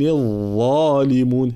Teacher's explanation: هذه ضاء مشالة مخرجها طرف اللسان مع أطراف الثنية العليا